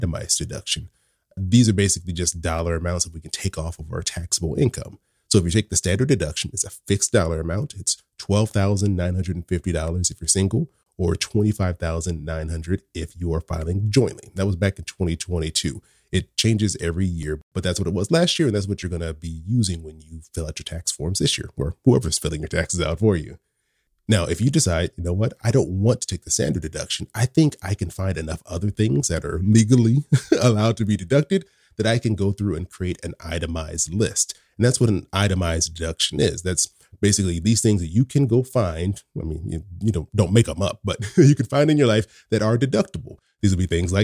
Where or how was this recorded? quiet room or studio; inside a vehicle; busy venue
quiet room or studio